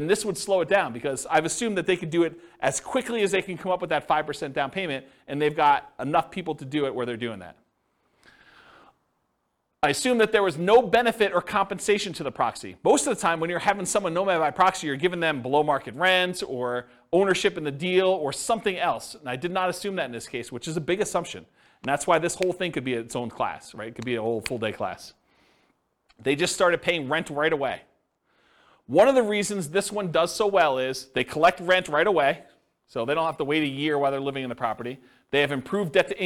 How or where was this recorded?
live audience